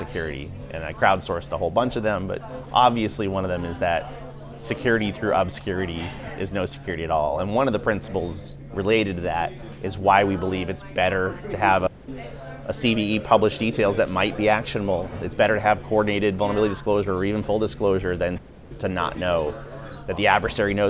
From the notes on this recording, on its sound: In this special Café edition of ConversingLabs. On the sidelines of the RSA Conference 2023 in San Francisco.